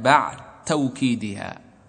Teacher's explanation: الدال مفتوحة بعد ساكن ولكن أضغمت في التاء